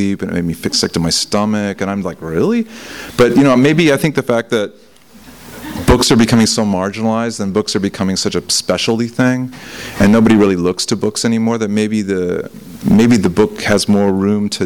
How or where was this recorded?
live audience